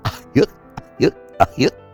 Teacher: la voz que la vas haciendo sobre el paladar blando para empezar a darle ese tono como de un poco bobo. Y eh, los gallitos que le empiezas a meter para que parezca ser la voz de Goofy.